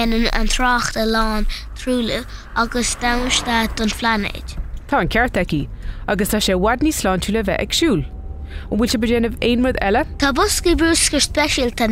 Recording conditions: inside a vehicle